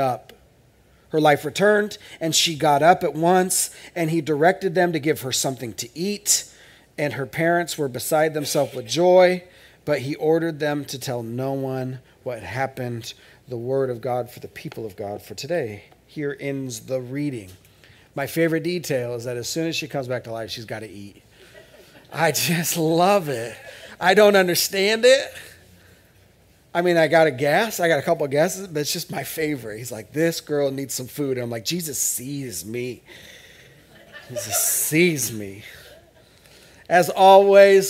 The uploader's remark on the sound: This is audio ripped from the Live Service video.